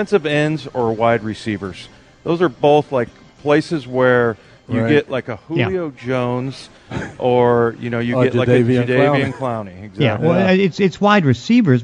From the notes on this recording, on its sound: live at Snoqualmie Casino